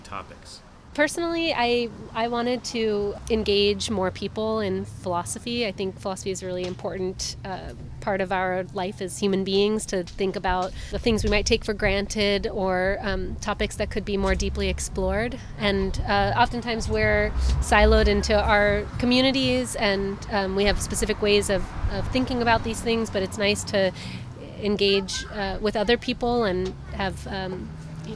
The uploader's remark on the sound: at the Ask A Philosopher pop-up kiosk at the Sit Stay Cafe in Huntington Beach